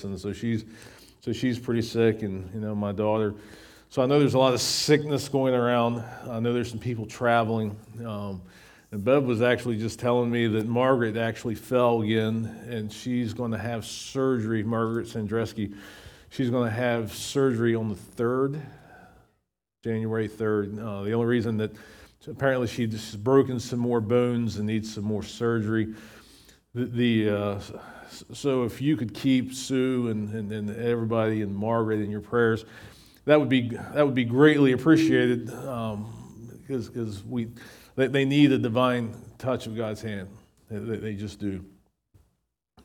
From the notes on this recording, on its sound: recorded at Shenandoah Valley Baptist Church on Dec 31, 2023.